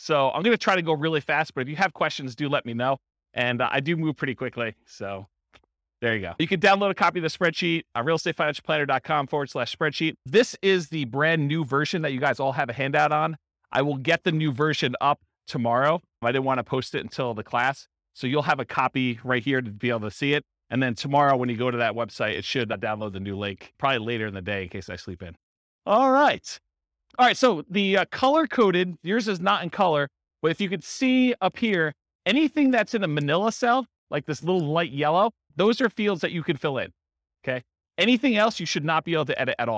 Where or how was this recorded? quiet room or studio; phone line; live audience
live audience